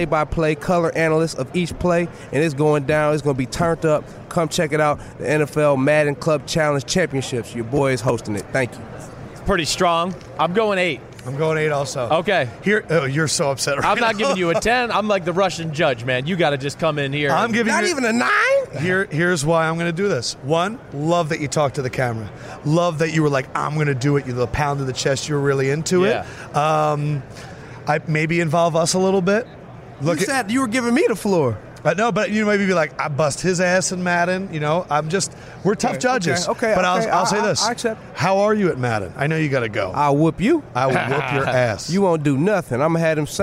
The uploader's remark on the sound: Radio Row Friday Special